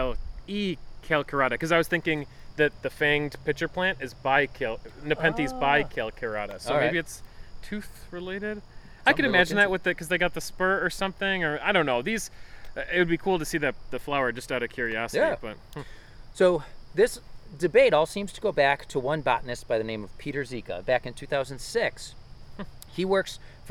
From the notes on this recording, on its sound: This episode was recorded on September 26, 2021 at Birdsong Park in Orchard Park, NY